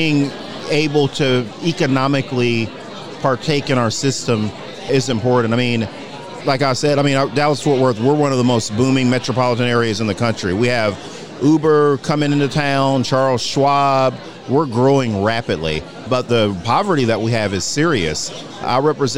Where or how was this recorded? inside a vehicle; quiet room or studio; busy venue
busy venue